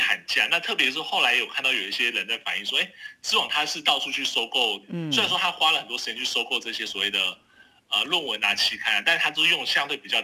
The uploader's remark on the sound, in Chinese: 連線訪問中央社駐上海記者